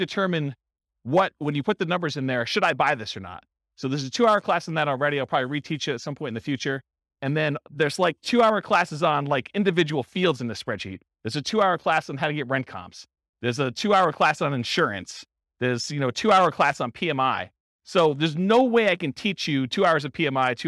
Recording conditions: live audience